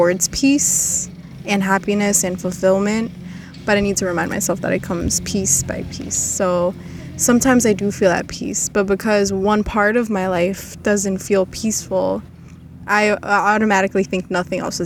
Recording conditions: wind noise